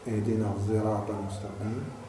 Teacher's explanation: والصاد التي شمت، التي أشمت صوت الزاي · Term: حرف بين الصاد والزاي